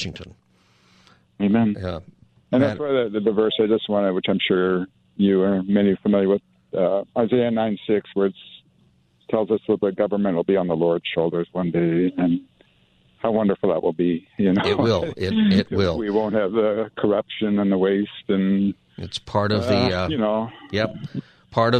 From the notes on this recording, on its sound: Open Phone Friday